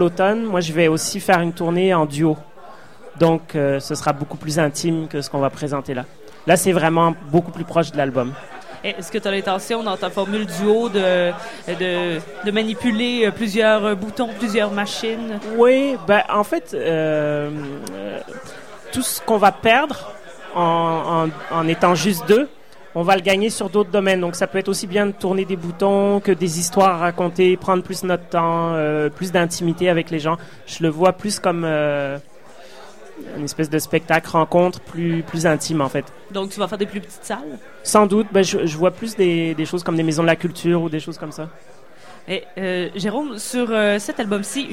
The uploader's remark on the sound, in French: au Festival d'été de Québec, sur les ondes de CKRL 89,1, en direct du Sacrilège